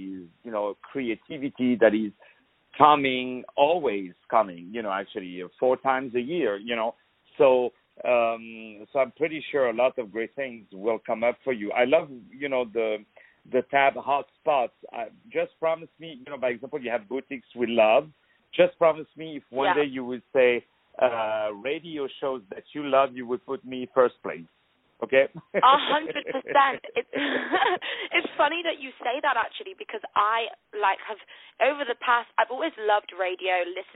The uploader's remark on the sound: On the phone